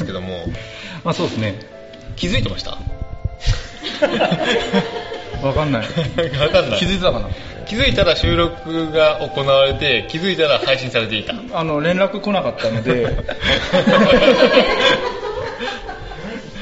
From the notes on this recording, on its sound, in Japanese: 今回は寝忘れ合宿in金沢での公開収録をお届けいたします。